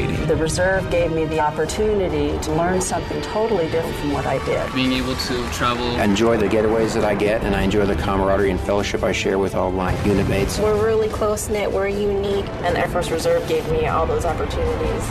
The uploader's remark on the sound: Live at the MN State Fair